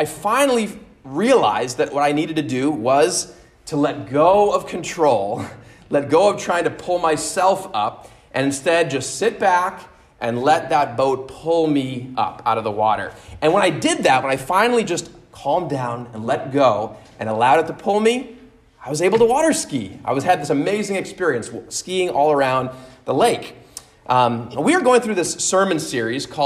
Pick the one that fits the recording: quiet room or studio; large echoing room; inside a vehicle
large echoing room